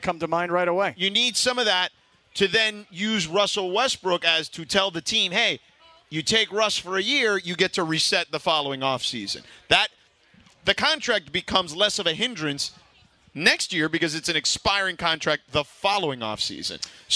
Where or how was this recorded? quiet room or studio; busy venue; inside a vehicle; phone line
busy venue